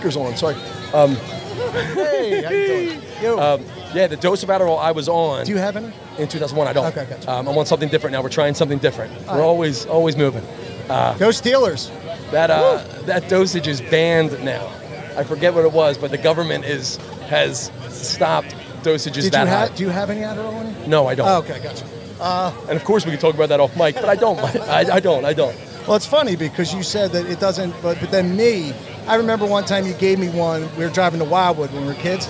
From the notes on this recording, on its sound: We went live from the Wells Fargo D1 lot. With Guests and the wild atmosphere.